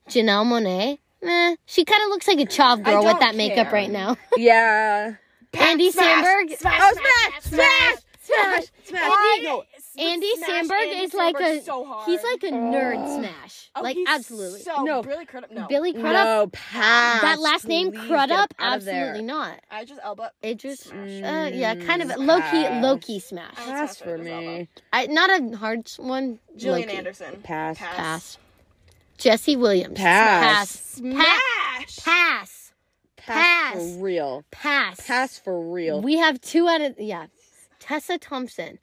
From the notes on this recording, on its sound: join me to talk about girl talk in the car